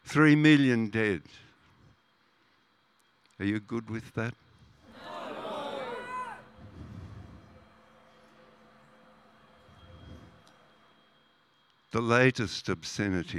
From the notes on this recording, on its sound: Hundreds rallied outside the ACT supreme court on November 13. This is the audio of most of the speeches at that rally.